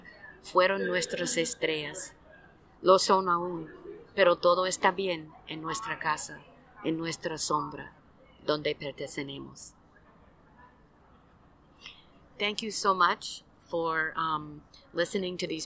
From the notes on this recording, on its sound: This month’s episode was recorded live throughout the ASLE/AESS Conference in July 2023 in Portland. Had the opportunity to set up a table at the conference.